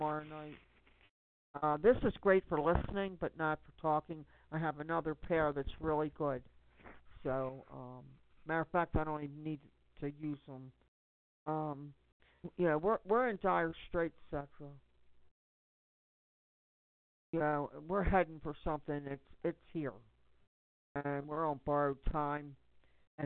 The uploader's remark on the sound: Conference call for general chat, support.